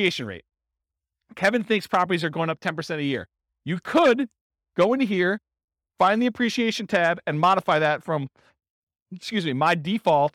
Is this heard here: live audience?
yes